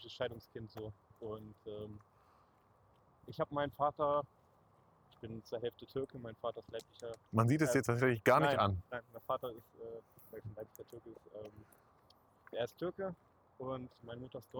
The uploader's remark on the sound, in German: erneut schlechtem Ton